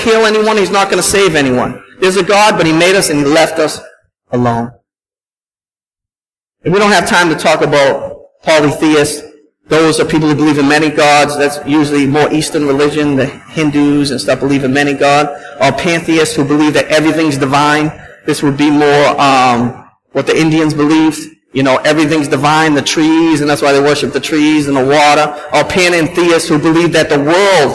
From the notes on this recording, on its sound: at Restoration Road Church in Wakefield, MA